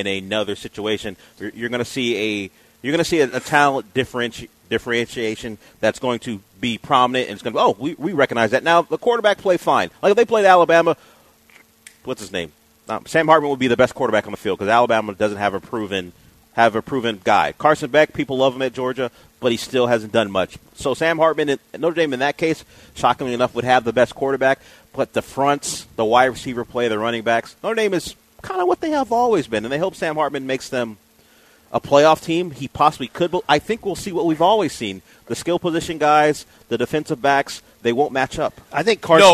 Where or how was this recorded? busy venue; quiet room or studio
busy venue